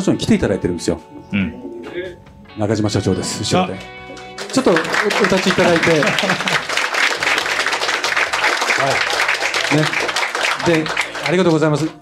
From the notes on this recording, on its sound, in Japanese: 公開収録がついに実現! 参加者との交流で心温まる前半戦。飲食自由、プレゼントもありな公開収録スタート!